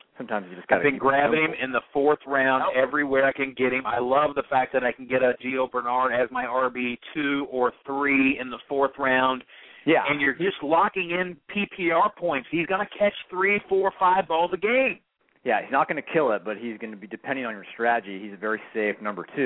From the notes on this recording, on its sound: Call-in Show. Tonight we're inviting listeners to call up the show.